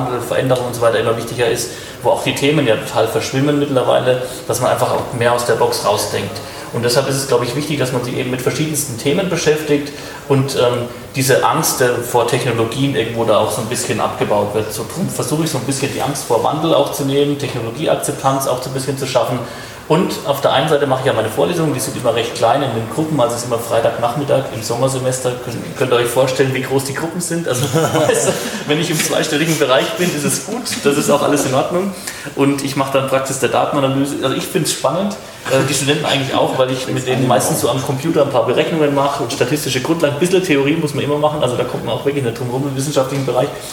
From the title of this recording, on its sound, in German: Mitschnitt Vortrag